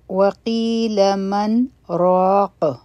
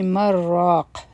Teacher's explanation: نون به مونږ په واضحه طریقې سره وایو ګنې دلته کې به مونږ ادغام کوو · Shown in: first take